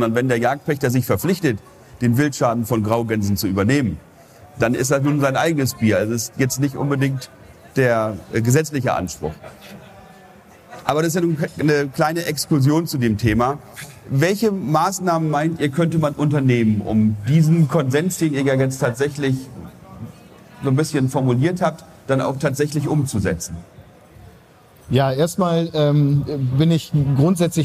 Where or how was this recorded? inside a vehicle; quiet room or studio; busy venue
busy venue